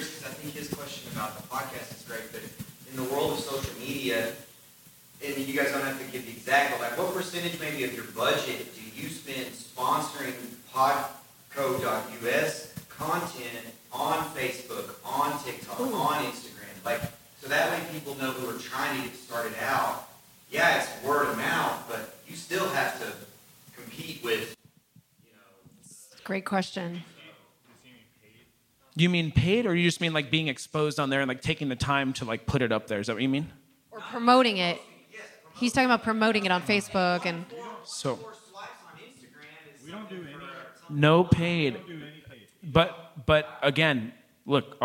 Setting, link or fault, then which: setting, live audience